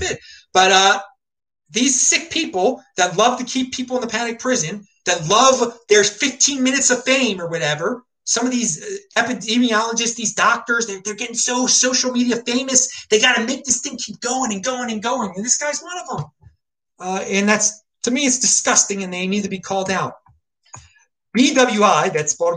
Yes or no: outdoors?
no